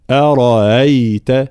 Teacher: طبعا كلمة أرأيت دائما في كامل القرآن عند الإمام قالون تسهيل الهمزة التي بعد الراء، أصلها أرأيت، ولكن الإمام قالون يسهل الهمزة التي بعد الراء في كلمات أرأيت